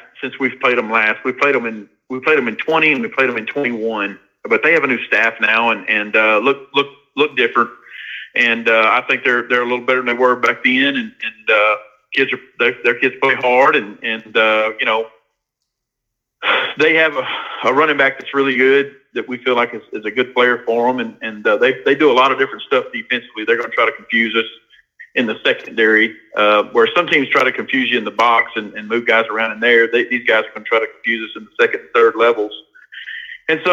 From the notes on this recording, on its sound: by phone